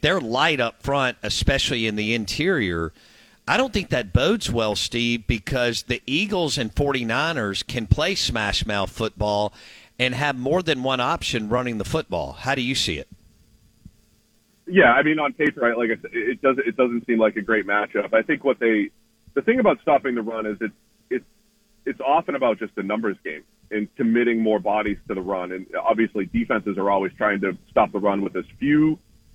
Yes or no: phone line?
yes